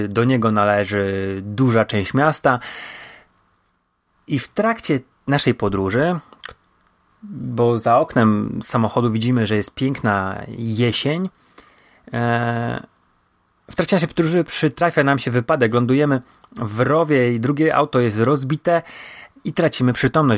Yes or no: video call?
no